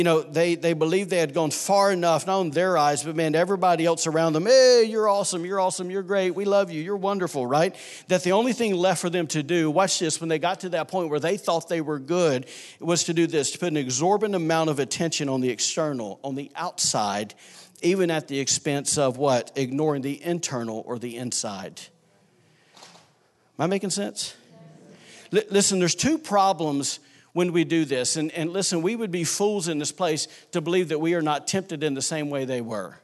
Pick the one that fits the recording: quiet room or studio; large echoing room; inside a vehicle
large echoing room